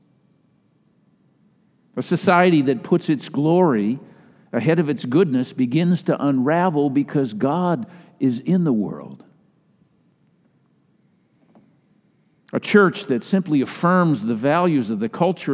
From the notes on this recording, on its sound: Delivered during the Traditional Worship Service